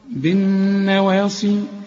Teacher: ولازم تغني النون اللي عليها الشدة